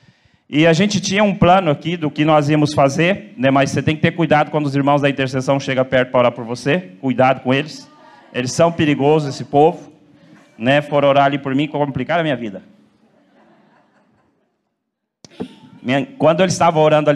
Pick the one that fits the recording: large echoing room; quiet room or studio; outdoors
large echoing room